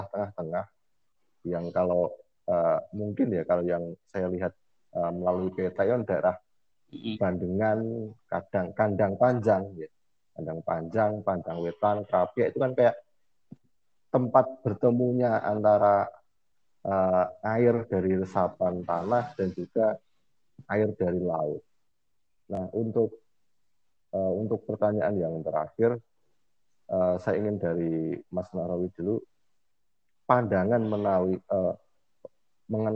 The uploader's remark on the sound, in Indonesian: Maaf atas kekurangan kualitas audio karena proses dilakukan secara online jarak jauh.